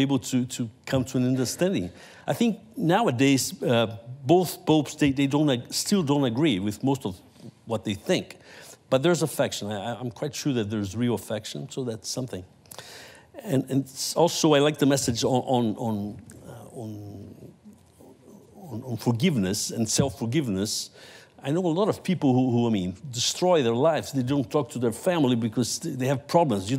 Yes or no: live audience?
yes